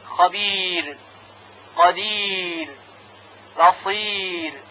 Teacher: و همچنین در کلماتی مثل قدیر خبیر بصیر و امثال اونها در وقف چون قبل از راء ساکن یا مدی یعنی یا ساکن قرار گرفته حرف را ترقیق میشه